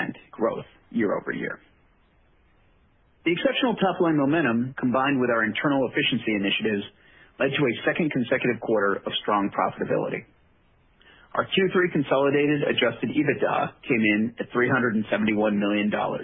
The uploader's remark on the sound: Q3 2020 Results Conference Call